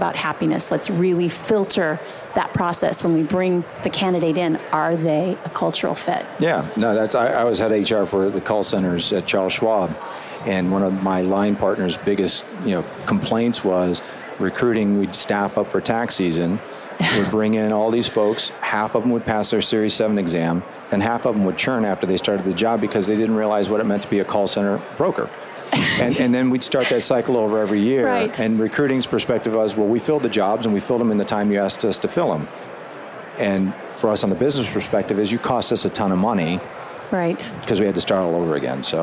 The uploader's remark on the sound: LIVE from Las Vegas, at #HRTechConf